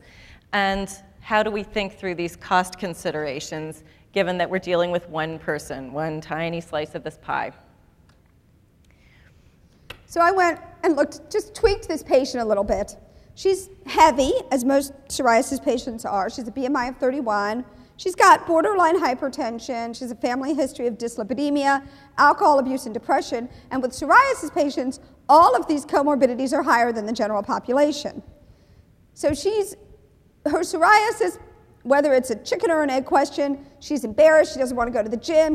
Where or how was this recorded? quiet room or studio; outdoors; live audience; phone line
live audience